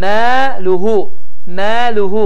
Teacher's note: Yəni üzərində və ya altında heç bir simvol və ya hərəkət yoxdur və əlifdən əvvəl gələn hərfin hərəkəsi fəthə olduğu üçün iki hərəkə miqdarında uzadılır